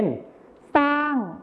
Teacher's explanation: ในภาษาไทยมาตรฐานเราก็จะใช้คำว่าช้างที่ใช้ชอช้างนั่นเองนะครับส่วนในภาษาถิ่นอีสานจะใช้เป็นซอโซ่นั่นเองครับ · Term: การเปลี่ยนหน่วยเสียงพยัญชนะต้น